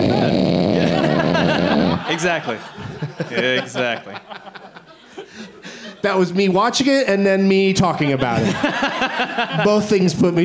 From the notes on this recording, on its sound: Live from Fantastic Fest in Austin